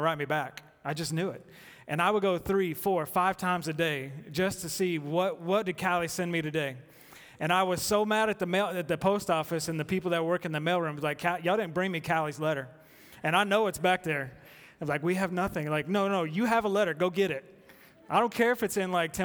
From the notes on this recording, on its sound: At The Fellowship at Two Rivers. Recorded live on August 4, 2019.